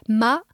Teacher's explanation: ma, the level high tone, is just a straight line above the A.